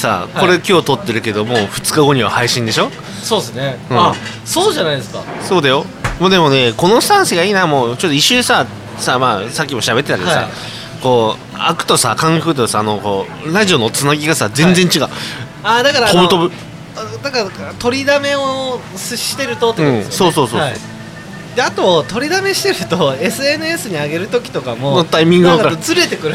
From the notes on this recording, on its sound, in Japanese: 愛知県東海市を中心に、お酒を呑みながらおじさんが喋るラジオ。東海市名和町にございます「志げ家」さんで収録！